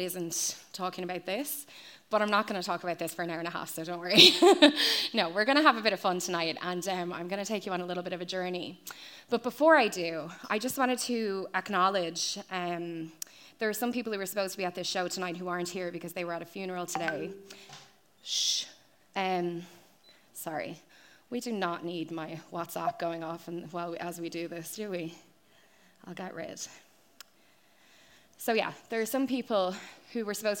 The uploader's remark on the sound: Limerick Live Show. Unfortunately due to my recorder flatlining, there's no regular episode this week. The recording of the live show.